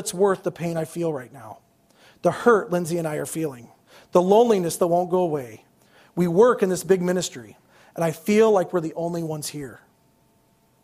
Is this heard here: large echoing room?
yes